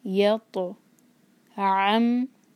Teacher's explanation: तो साकिन है, तो हैवी लेटर है, तो के मखरज को टच करके आवाज़ पलटाएंगे, या तो आम, आयन को हलक से, आगे मीम। · Term: कलकला